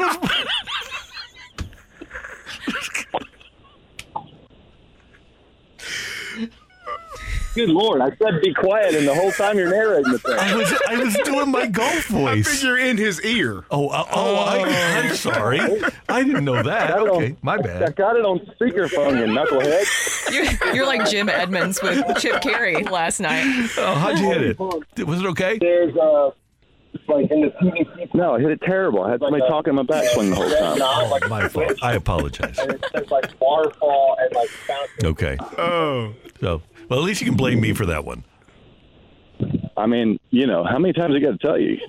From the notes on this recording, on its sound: live a course in Texas